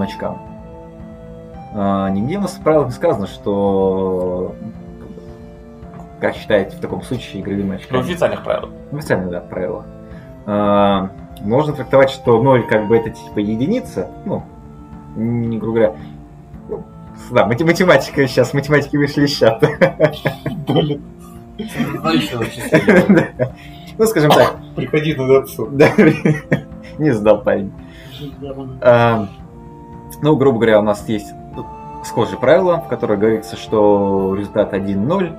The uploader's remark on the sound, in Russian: Выпуск оффлайн получился сложным по звуку и впредь либо будут более классические выпуски, либо подход по микрофонам изменится.